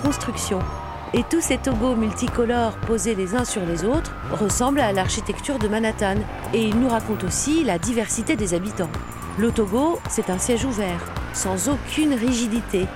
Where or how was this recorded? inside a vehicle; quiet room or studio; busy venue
busy venue